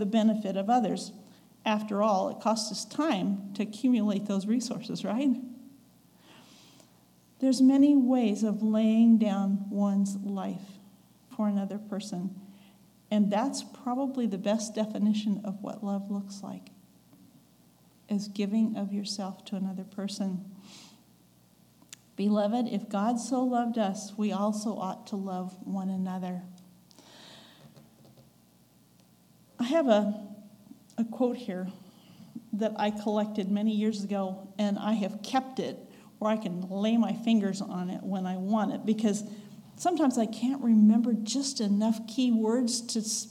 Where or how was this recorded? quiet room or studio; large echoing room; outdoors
large echoing room